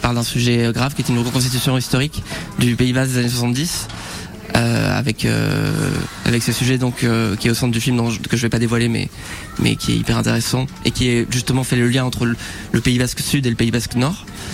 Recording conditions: busy venue